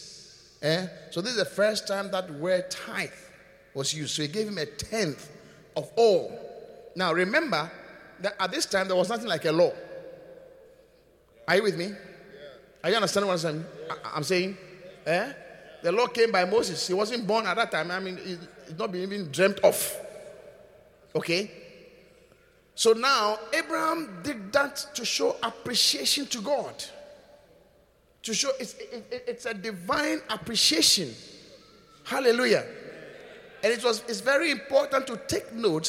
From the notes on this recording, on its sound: Preached at the Qodesh.